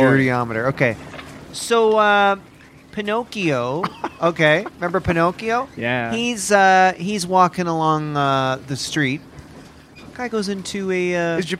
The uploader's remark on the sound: Live From A Boat. Are podcasting from the deck of a luxurious 40-foot yacht!